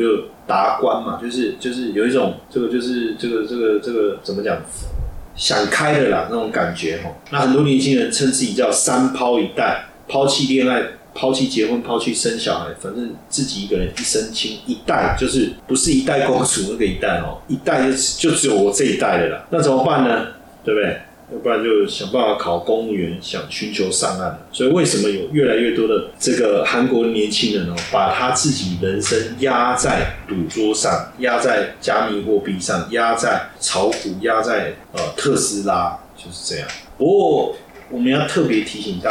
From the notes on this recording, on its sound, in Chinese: 本集錄製設備故障聲音品質不佳再請見諒